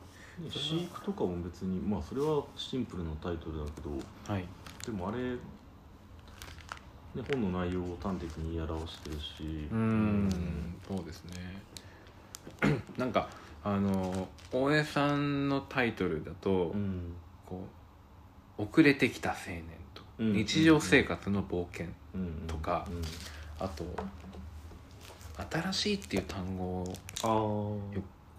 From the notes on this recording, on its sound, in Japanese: 外では3月の小雨が降る中収録した。